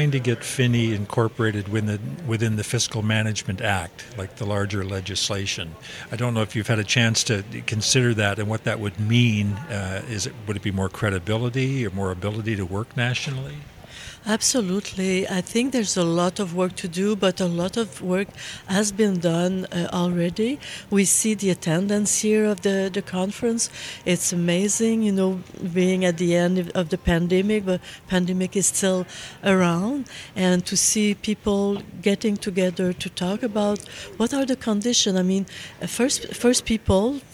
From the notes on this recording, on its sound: at the Leading the Way 5 conference in Treaty 1 Territory (Winnipeg)